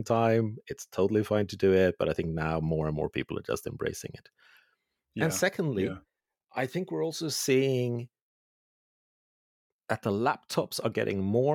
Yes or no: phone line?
no